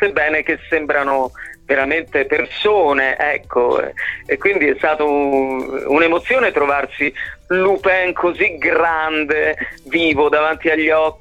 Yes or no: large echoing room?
no